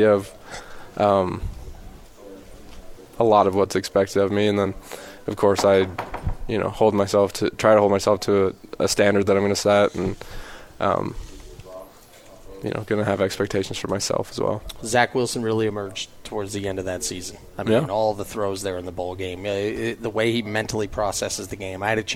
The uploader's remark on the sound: live from BYU Football Media Day